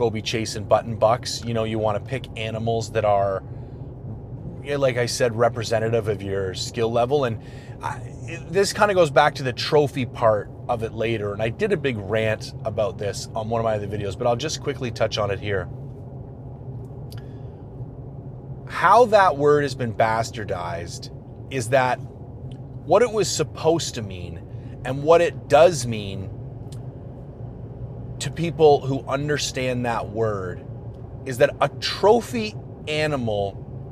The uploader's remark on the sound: For those unfamiliar with this style of podcast, I bring an audio recorder with me on my hunt and do my best to break it out a few times a day and tell the story of the hunt in audio format as things unfold in real-time. On this particular episode I find myself up north in the Prince George region hunting bears.